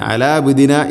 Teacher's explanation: ഐന് തൊണ്ടയുടെ മധ്യഭാഗമാണ് അതിൻ്റെ മഹ്റജ്. ഐന് കൃത്യമായ മഹ്റജിൽ നിന്ന് തന്നെ ഉച്ചരിക്കണം.